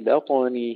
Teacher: نرقق الباء ونقلقل الطاء المفخمة